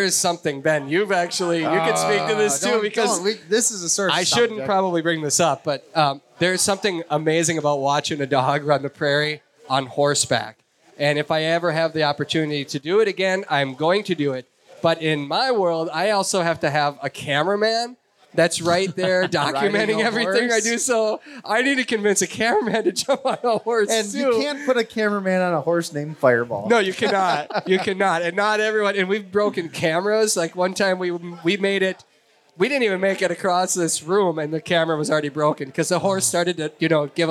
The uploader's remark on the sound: Pheasant Opener LIVE in Sioux Falls. Join us for a LIVE show. Questions from the audience.